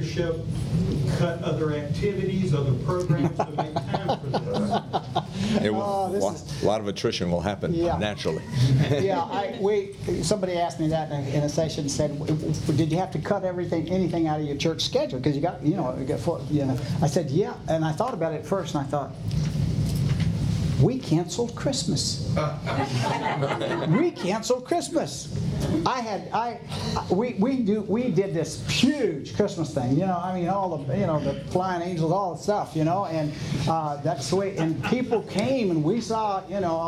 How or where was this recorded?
busy venue